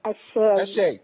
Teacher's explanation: انا عندي الشين والياء مرققين. الشاي بقولها ابتسامة.